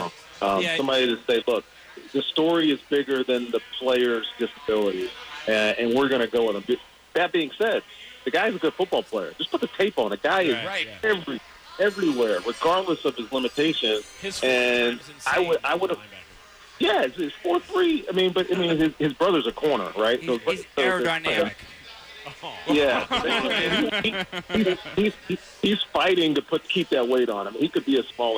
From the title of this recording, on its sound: called in Friday night from the NFL Draft in Dallas!